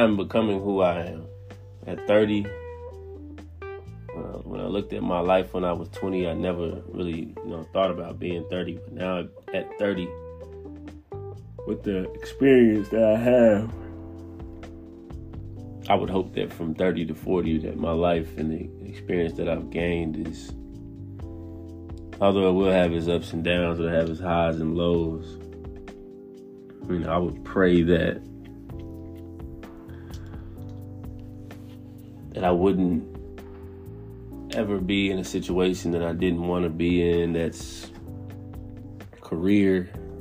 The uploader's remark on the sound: At 3:18 am Taiwan Time right off on the anchor app on the phone I recorded this episode purely from the heart.